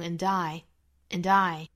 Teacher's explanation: day. Oceans apart, day after day.我们来看下面一句 And I slowly go insane. And 是需要做弱读的啊，所以说它读成一个 and,再和后面的 I 连读，我们这里面连成 and I, and I.哒哒这样的一个节奏 And I slowly go insane Go 和